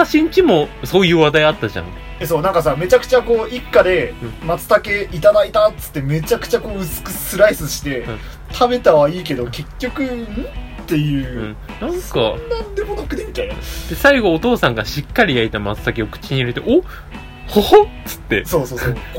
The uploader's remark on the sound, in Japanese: 録音機材：iPhone7